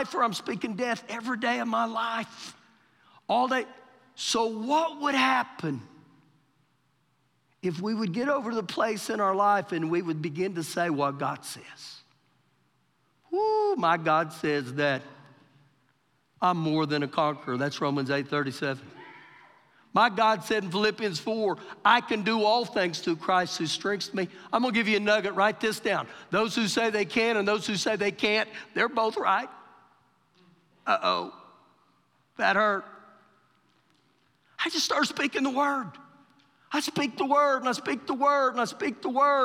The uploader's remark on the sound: Recorded live during our Wednesday night service